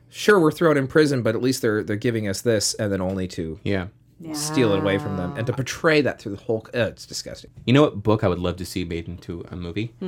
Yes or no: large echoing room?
no